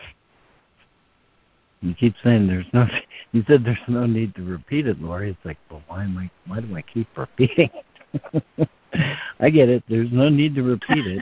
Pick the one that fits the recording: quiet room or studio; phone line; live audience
phone line